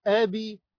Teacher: ياء مد طبيعي حركتان